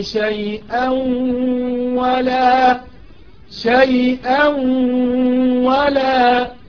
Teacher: عند الوصل هيبقى عندنا التنوين بعد حرف الواو، والواو من حروف الإدغام بغنة، فلابد أن تدغم التنوين في الواو إدغام بغنة